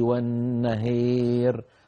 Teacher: راء متطرفة يعني في آخر كلمة مكسورة وقبلها ألف، فإنه يميل تلك الألف إمالة كبرى